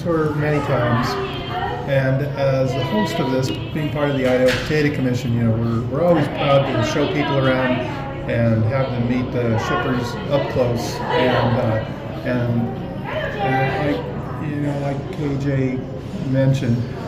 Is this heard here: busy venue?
yes